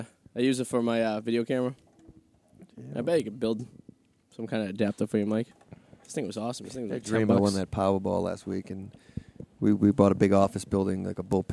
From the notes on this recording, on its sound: live At the Comfort Inn in Revere